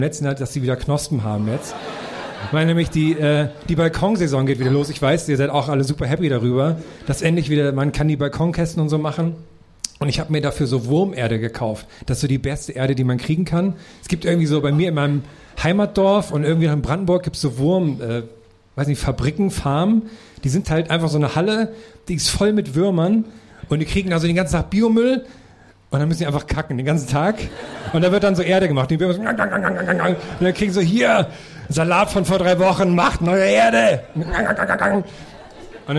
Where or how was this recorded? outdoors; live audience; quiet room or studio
live audience